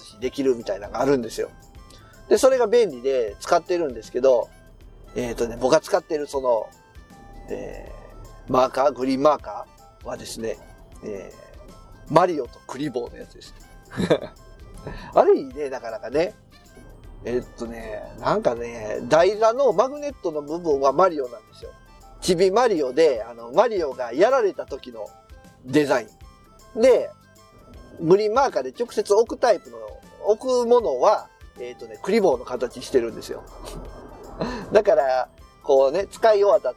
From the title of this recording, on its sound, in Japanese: 帰りの車中